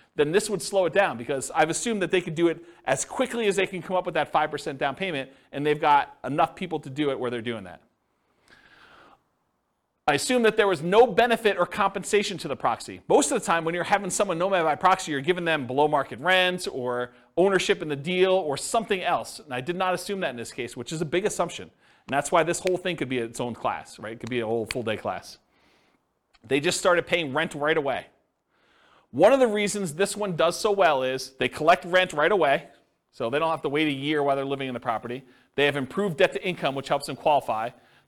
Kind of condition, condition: setting, live audience